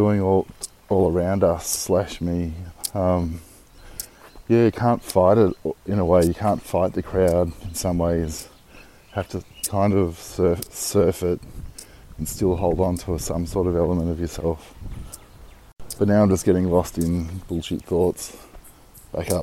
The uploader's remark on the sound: Walking to the supermarket (excuse the clicking of the leaves I'm walking on)